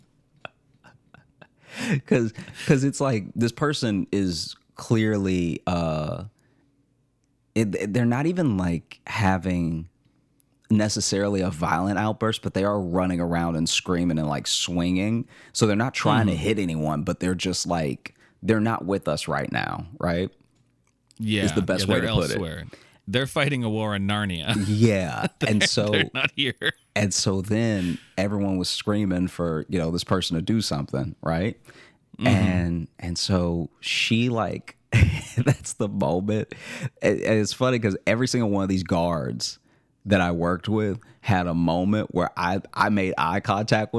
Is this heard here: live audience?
no